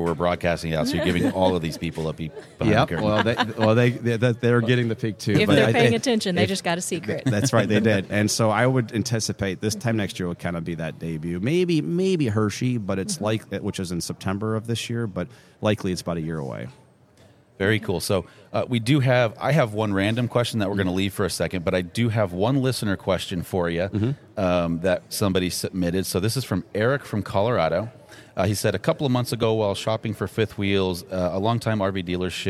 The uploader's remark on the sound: Live from the 2024 Flordia RV SuperShow.